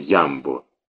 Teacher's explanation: у нас слово «Ямбо» произносили с ударением на первый гласный